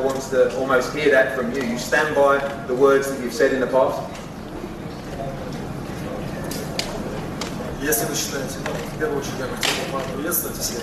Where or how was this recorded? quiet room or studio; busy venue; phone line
busy venue